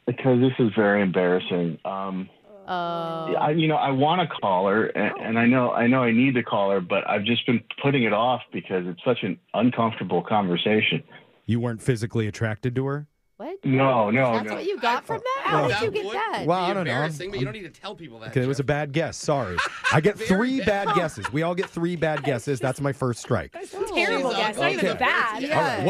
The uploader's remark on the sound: The woman on the phone